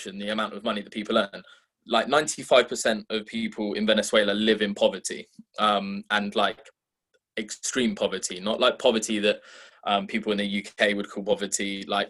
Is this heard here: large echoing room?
no